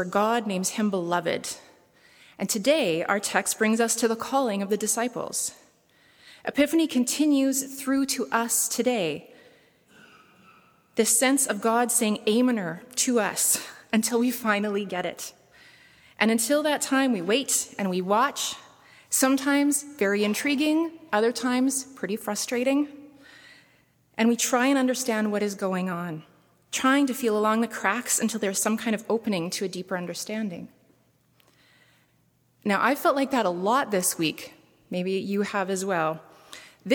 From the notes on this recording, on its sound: preached at saint benedict's table on January 22, 2017